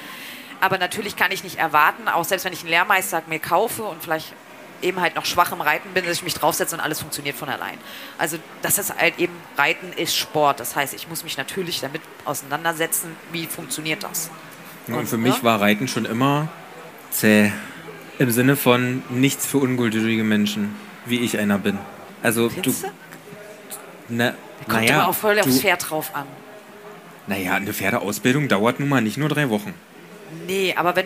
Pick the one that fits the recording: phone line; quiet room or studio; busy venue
busy venue